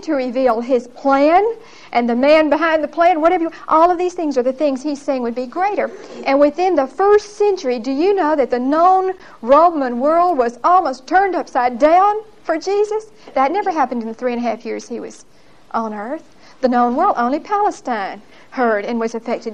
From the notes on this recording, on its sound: Recorded 10/28/1975 at Whitesburg Baptist Church.